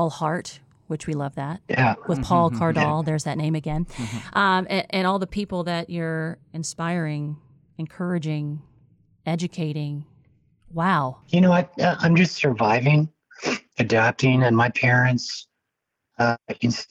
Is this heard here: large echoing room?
no